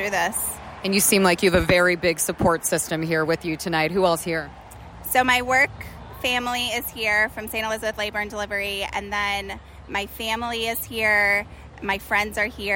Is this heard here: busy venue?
yes